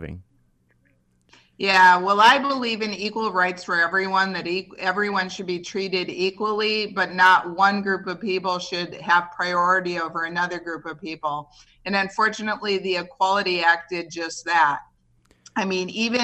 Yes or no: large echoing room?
no